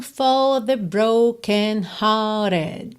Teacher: Percebe que você não ouviu aquele R enroladinho.